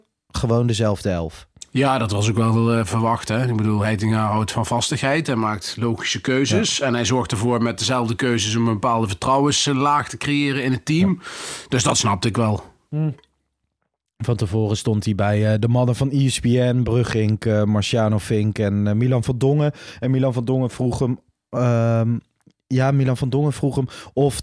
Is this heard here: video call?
no